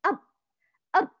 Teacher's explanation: فإما تحصرم نتيجة لهذا الإحكام للإغلاق كاملاً، أب أب، ففيها كمال حصر الصوت وكأنه شديد، كمال انحباس الصوت